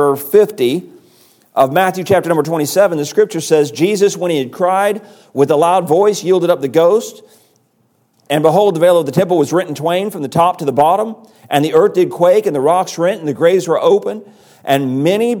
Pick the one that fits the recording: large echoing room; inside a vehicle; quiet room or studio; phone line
large echoing room